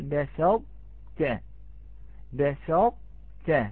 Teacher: المشدد عبارة عن تاء ساكنة وتاء متحركة، أي عبارة عن حرفين، فالتاء الأولى هي التي تبقى فيها صفة الإطباق